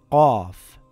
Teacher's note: It sounds similar to a crow sound, Qaw. The sound does not make a K sound. It comes from the back of the mouth